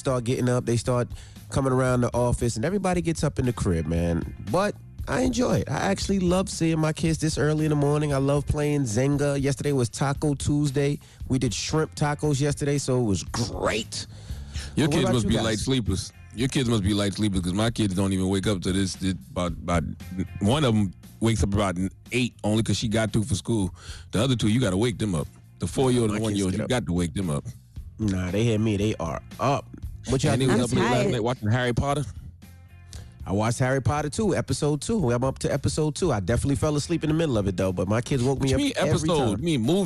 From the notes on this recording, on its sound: call in to the show